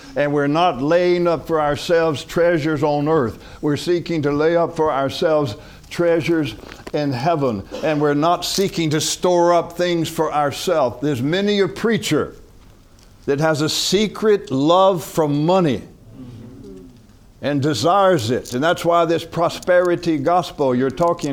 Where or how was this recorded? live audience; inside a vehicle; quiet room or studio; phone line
live audience